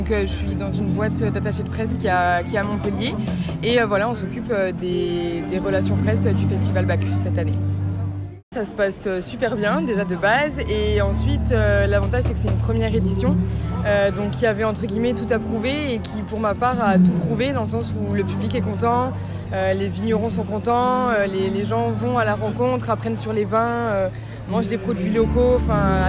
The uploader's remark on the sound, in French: En immersion dans les coulisses du BACCHUS FESTIVAL